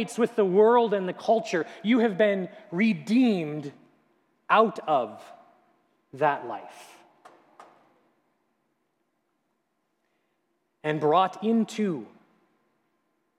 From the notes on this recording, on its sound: at Grace City Church in Fargo, North Dakota